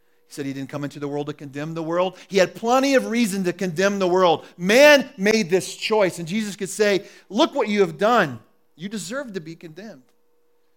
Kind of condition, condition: setting, large echoing room